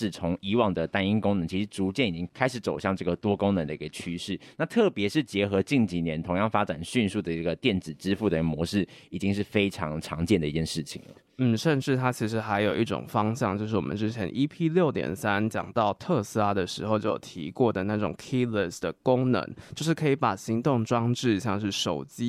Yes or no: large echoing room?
no